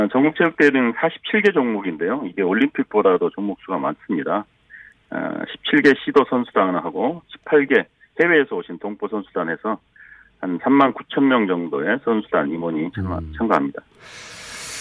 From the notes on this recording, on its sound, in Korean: 전화연결